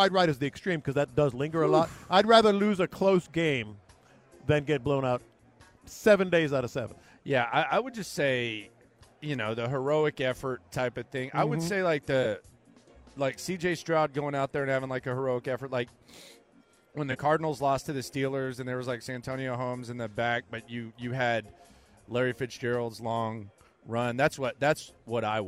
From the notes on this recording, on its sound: Live from Radio Row.